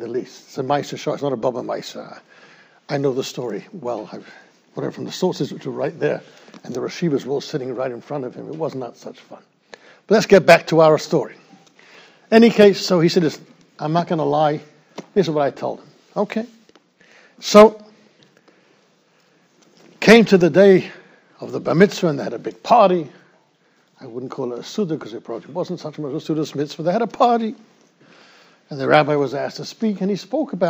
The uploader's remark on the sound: Shiur recorded in Yeshivas Ohr Reuven, Monsey, NY.